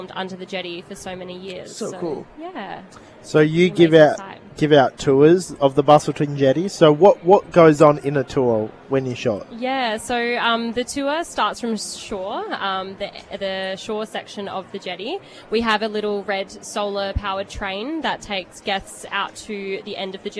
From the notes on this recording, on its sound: While we were at Skills West 2023